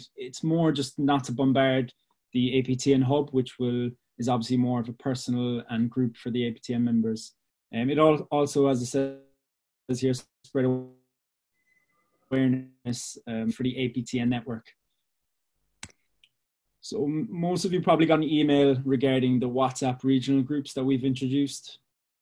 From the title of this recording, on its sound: APTN Zoom Call #8